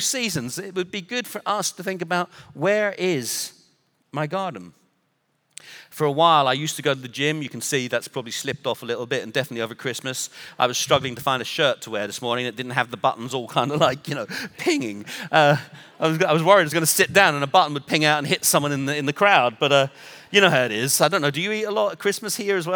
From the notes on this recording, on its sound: Recorded Live at Brookwood Church on 01.014.2024.